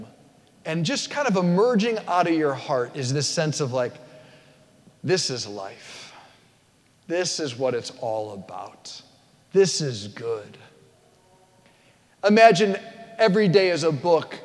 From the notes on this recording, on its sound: at St Basil the Great Catholic Church in Brecksville, OH.